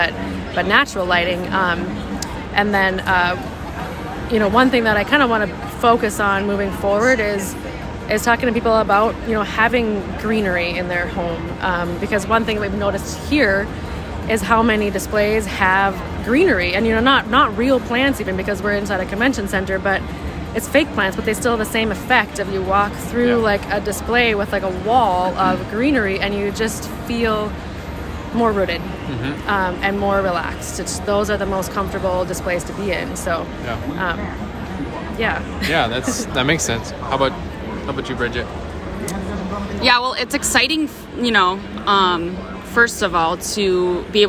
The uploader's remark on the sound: Live from IBS/KBIS 2022.